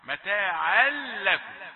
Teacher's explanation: متاعا لكم، إدغام بغير غنة، لا تبين التنوين، تقول متاعا، لا، متاعا لكم، أدغمت تنوين، التنوين المنصوب في لفظ متاعا مع اللام في لكم.